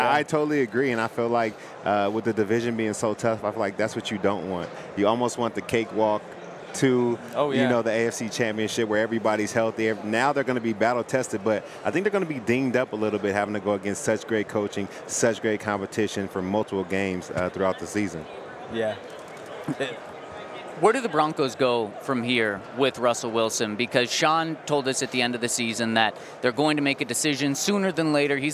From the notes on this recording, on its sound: LIVE from Super Bowl Radio Row.